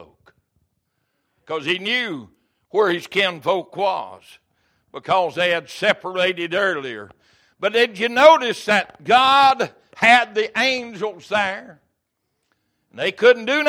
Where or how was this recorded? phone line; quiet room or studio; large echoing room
large echoing room